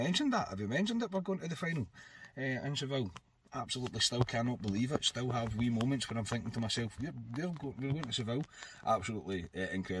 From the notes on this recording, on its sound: brings reaction from the car